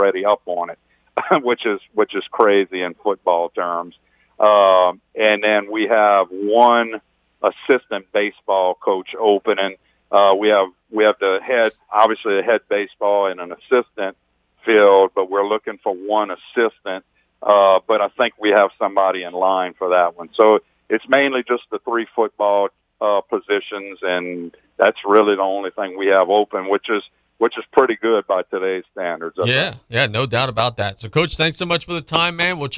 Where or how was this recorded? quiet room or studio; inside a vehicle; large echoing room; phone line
phone line